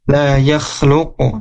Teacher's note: Nah, huruf afala la yakhluq, nah huruf qaf di sini ketika disukunkan, ketika diwakofkan, maka harus mantul, harus kol-kolah ya. La yakhluqu, dan mantulnya ke huruf o lagi.